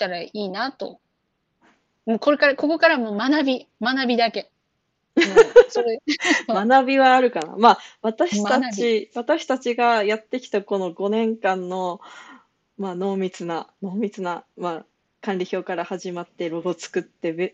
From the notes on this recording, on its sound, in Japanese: 遠隔収録